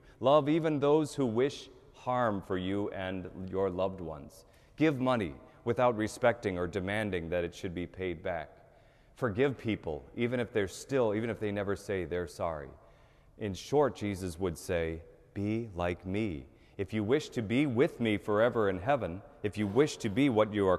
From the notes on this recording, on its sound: Mass at the Cathedral.